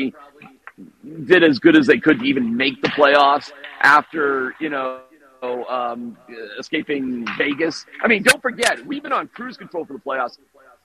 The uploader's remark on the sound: live from Ball Arena